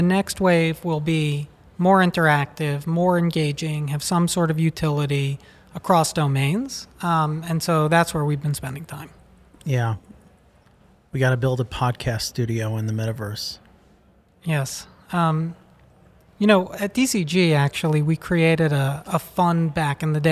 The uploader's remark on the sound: recorded at Messari Mainnet 2022